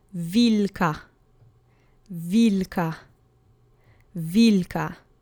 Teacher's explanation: The accent is on the penultimate syllable, so wilka.